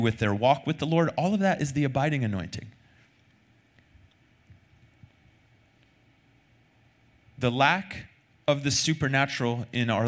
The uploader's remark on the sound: Recorded Sunday night service at Reunion Hawaii.